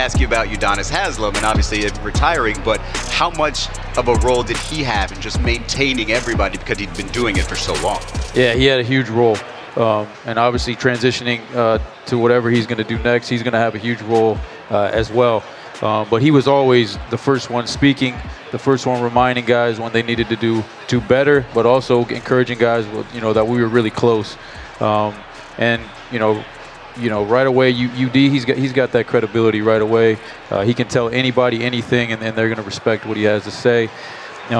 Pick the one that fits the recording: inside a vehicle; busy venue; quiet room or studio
busy venue